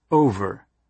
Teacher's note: any F between two vowels was pronounced with voicing turned on